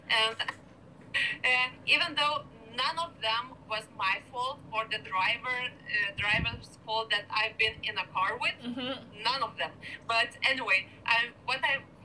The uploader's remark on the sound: this is not an actual podcast with fancy equipment, so please forgive the mediocre audio quality and excessive laughing